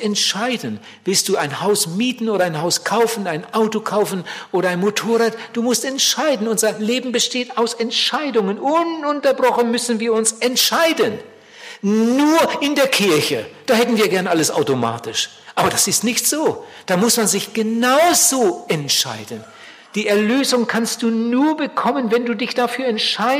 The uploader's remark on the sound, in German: bei einer Evangelisation in Bielefeld gehalten hat